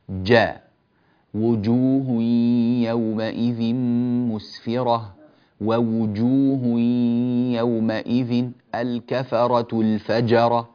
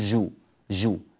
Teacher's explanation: الصوت ممسوك منكتم هكذا مقبوض من البداية · Shown in: first take · هذا ما يسمى في التجويد بالصوت الشديد، الصوت شديد ثم ينفجر. · Term: الجيم